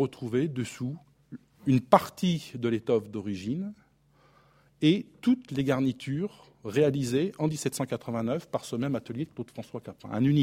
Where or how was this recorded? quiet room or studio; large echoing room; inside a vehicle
large echoing room